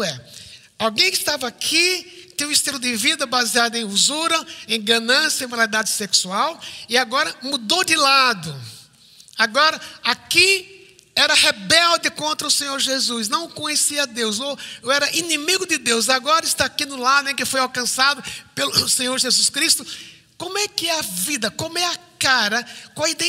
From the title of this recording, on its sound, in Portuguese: IBMorumbi Culto Ao Vivo